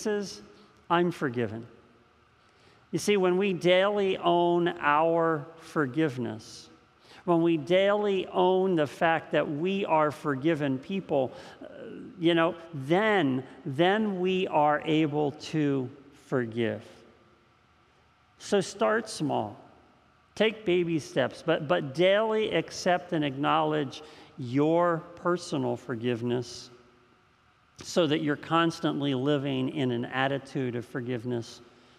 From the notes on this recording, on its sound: This message was first preached on July 4th 2021 at Linglestown Life Church in Harrisburg PA.